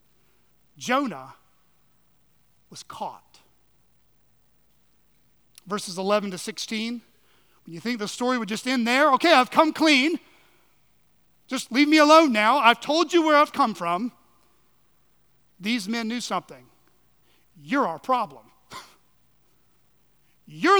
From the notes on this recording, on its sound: at Chaffee Crossing Baptist Church in Barling, AR